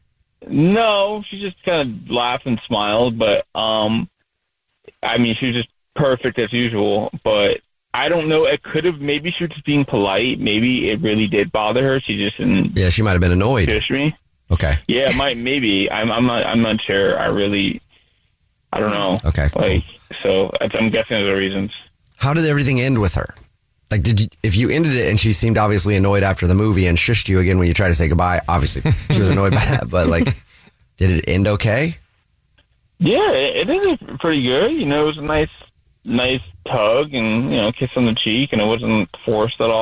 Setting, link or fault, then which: link, phone line